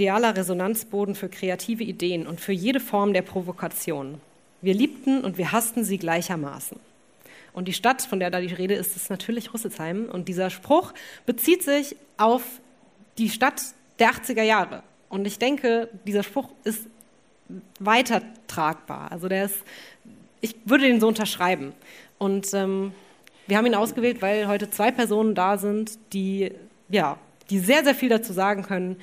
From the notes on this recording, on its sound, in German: In unserer Live-Folge. Inklusive hörbar lauschiger Sommerabendatmosphäre im Festungsgraben, brought to you by zirpende Grillen und Halsbandsittichkolonien!